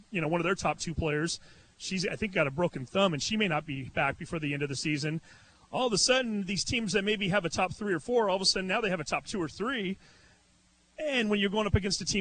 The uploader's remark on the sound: Live from Joe Richer Court at Everett High School